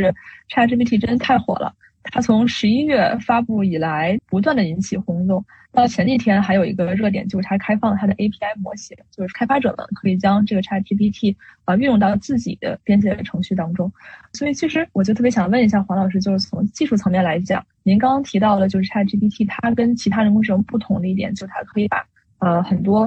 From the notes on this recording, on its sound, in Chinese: 本次播客为连线录制，听感与音质可能会有影响，还请大家多多理解。